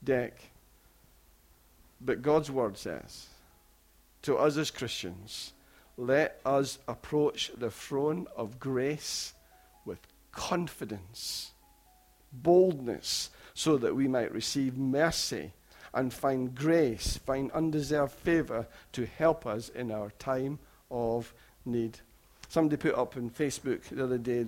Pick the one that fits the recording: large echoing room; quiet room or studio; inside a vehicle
large echoing room